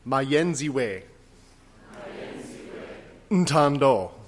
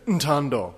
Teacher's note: So when you put that together in the tune, that little glottal that I do in the N on ntando becomes part of the rhythm. Mayenziwe ntando yako.